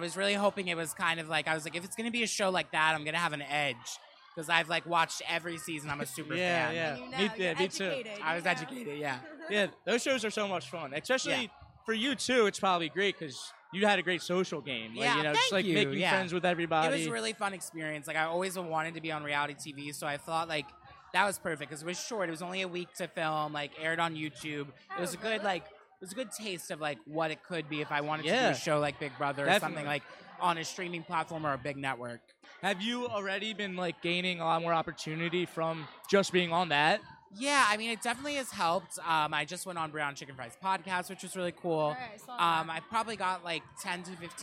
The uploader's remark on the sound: an episode shot live from Tradesman's in Philadelphia